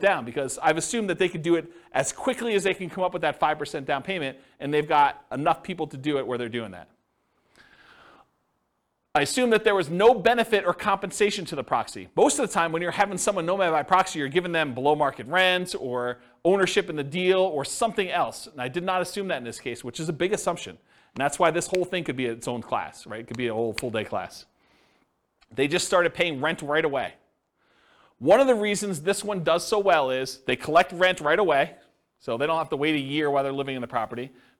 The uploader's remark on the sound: This was a live class recorded.